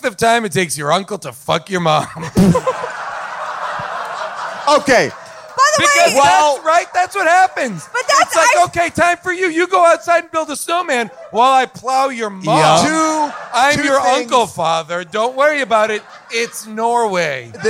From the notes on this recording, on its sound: LIVE from Largo in Los Angeles